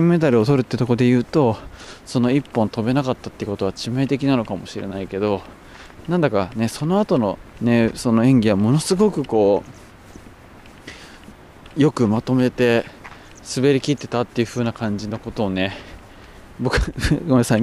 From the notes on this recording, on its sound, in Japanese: 酒匂川散歩をしながら最近の話。終始風がうるさい音声です。